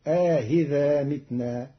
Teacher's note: قرأ قالون كلمة أئذا بتسهيل الهمزة الثانية بين مع إدخال ألف بين المحققة والمسهلة فتصير آهذا متنا جمعا بين اللغات عند بعض العرب.